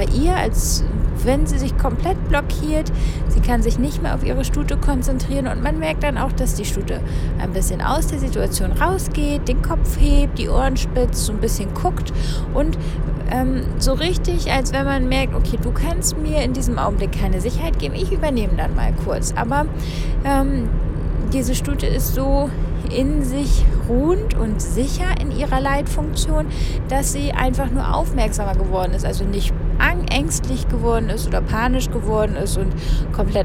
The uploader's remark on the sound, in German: Diese Folge wurde im Auto aufgezeichnet und kann deshalb etwas schlechter in der Qualität sein.